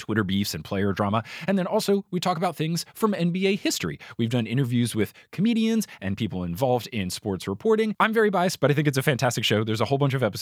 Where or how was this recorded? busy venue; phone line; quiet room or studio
quiet room or studio